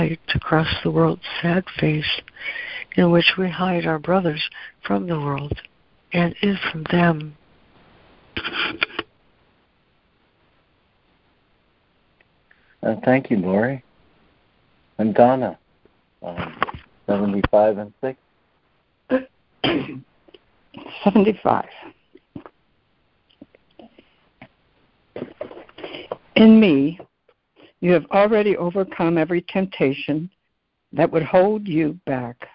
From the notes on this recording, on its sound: ACIM Daily Conference Call